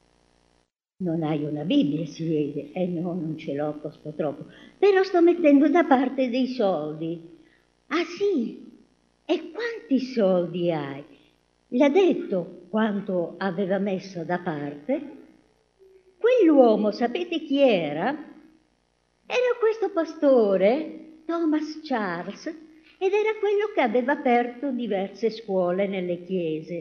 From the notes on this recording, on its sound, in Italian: Registrazioni dal vivo della storia dedicata ai bambini durante il sermone sabatico della chiesa cristiana avventista del settimo giorno di Forlì.